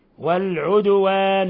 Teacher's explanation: والدال تقلقل لسكونها لأنها من حروف قطب جد.